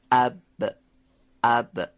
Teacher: درسته اون حرف میمم از برخورد دو لب به هم دیگه هست، لب زیرین و لب بالا، حرف زدن حرف با هست، حرف با به همیشه که عرض کردم تلفظ میشه، یعنی باید لب پایین و بالا به هم برخورد کنه، به صورت انصدادی و نازک هم تلفظ بشه و تارهای صوتی رو به ارتعاش در بیاره